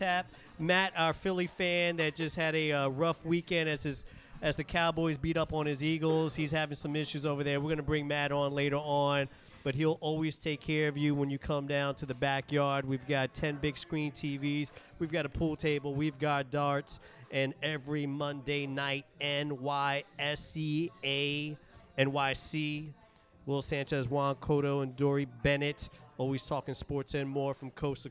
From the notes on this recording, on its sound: We are live from the Backyard in South Seattle!